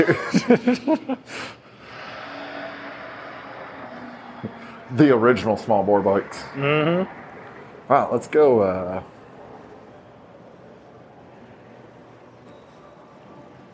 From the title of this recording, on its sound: Live from Barber Motorsports Museum